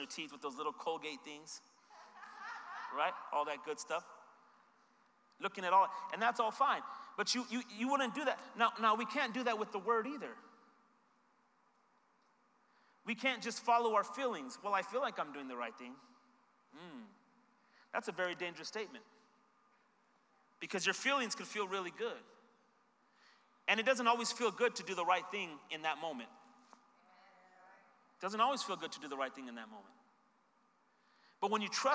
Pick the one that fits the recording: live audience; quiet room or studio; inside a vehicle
live audience